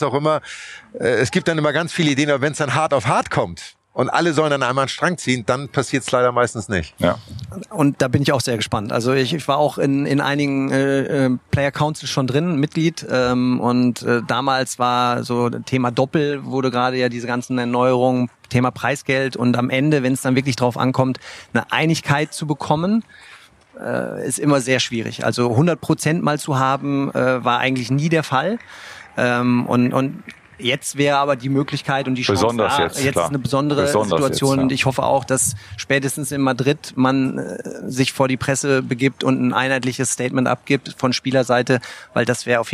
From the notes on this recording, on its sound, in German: Live-Podcast vom ATP-Turnier in München.